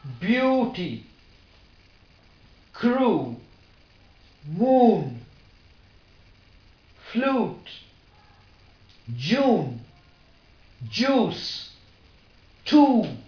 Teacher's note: And the back of the tongue is raised to very near the closed position. The lips are rounded very closely, and the tongue is in a tense position. It can be therefore described as a back close rounded vowel. And obviously it's a long vowel.